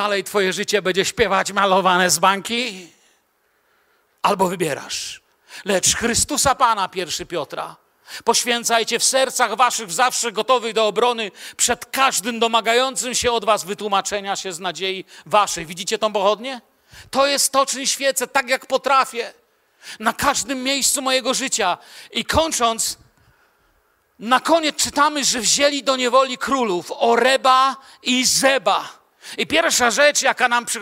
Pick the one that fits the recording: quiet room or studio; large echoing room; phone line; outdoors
large echoing room